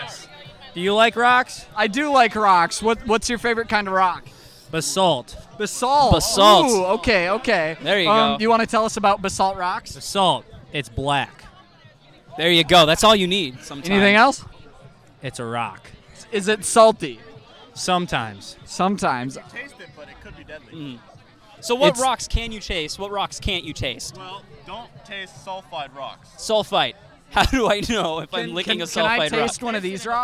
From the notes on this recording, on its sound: Club Fair Special. What else do you do at a club fair besides record a podcast?